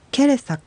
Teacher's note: 語の第一音節が子音、母音、どちらで終わるかで分かります。第一音節が母音で終わる場合、何々に何々を削らせるケレという単語は KERE と表記されるので、第一音節が母音で終わっています。第一音節が母音で終わっている場合は、第二音節 RE レの部分にアクセントが来るので、ケレという発音になります。第一音節が子音で終わる場合は、裸足であるという意味のケレサクだと KERSAK という2つの音節に分かれます。第一音節は R 子音で終わっているので、第一音節の方にアクセントが来てケレサクという形になります